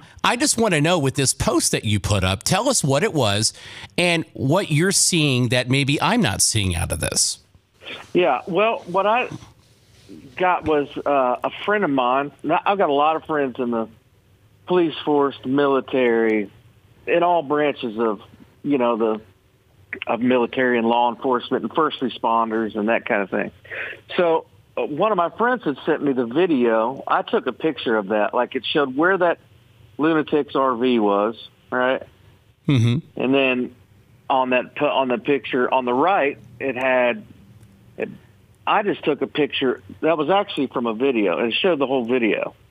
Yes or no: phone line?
yes